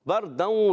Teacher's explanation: را ساکن سے پہلے زبر آ جائے را پر ہو جائے گا